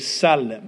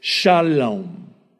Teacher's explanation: in Hebrew, they don't use the S sound. They use the sh sound. So it's shalom, peace.